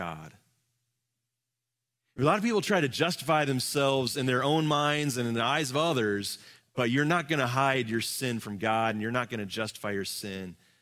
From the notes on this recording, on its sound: Live from our Celebration Ministry Center